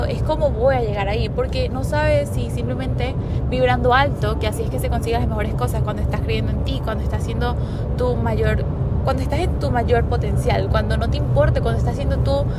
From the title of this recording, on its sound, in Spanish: grabado en el carro